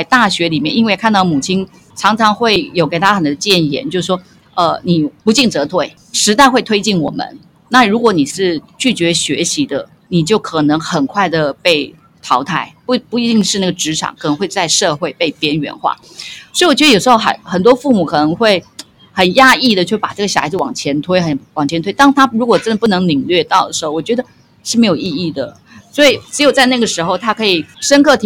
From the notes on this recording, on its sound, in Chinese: 因為我們是採取游擊街訪、以帳篷作為臨時錄音室的形式，所以音質並不會像一般廣播節目那麼理想，也有許多身歷其境的環境音